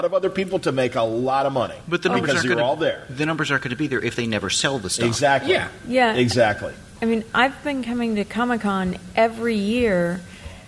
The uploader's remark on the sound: San Diego Comic Con Panels. This year at Comic Con, I had the pleasure of moderating these 2 informative panels.